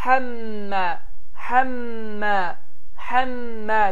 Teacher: Həmmə bildiyimiz kimi hə hərfi boğaz hərflərdəndir və boğazdan tələffüz olunur və sonra isə mim hərfi gəlir və mim hərfi şəddəli olduğundan dolayısıyla iki hərəkə miqdarında uzadılır